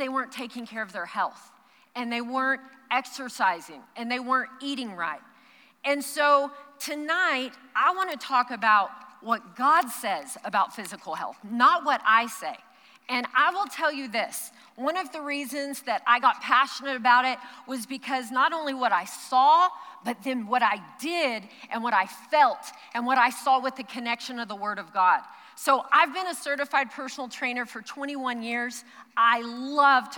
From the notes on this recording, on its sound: Recorded live during our Wednesday night service